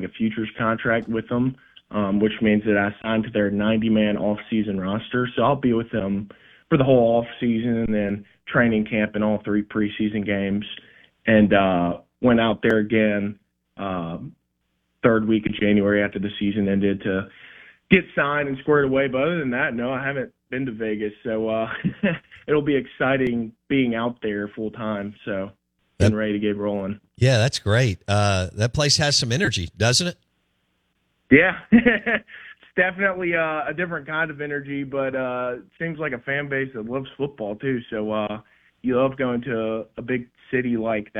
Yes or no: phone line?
yes